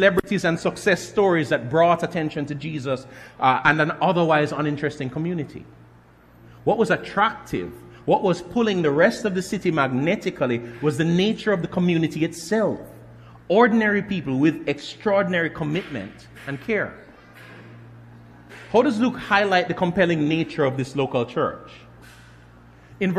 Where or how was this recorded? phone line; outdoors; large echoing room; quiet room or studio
large echoing room